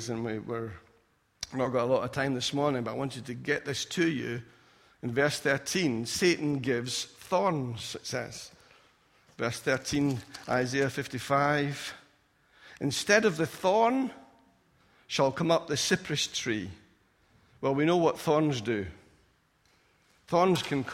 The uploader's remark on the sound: Recorded at freedomcentre church, Preston on Sunday 3rd September 2017